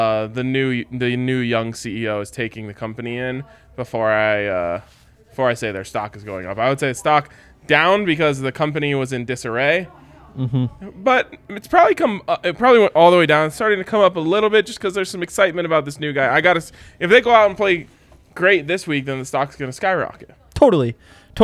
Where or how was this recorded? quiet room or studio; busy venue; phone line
busy venue